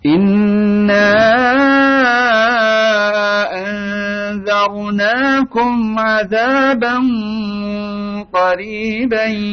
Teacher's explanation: Innanya ingat 4 sampai 5 harokat.